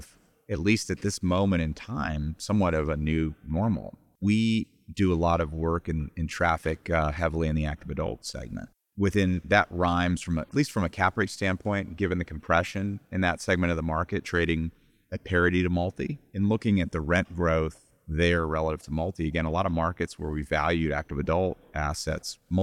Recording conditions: busy venue